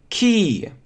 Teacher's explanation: звук «к» мы с вами говорили, согласно нашей таблице, он с придыханием, где плюсик – это придыхание.